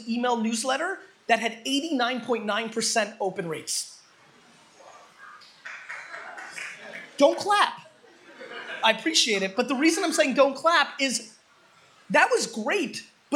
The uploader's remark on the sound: Dig South 2015 Keynote